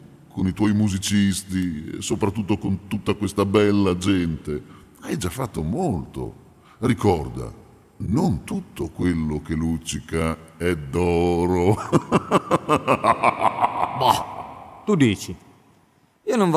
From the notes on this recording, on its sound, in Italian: in diretta dal Teatro Comunale Palamostre di Udine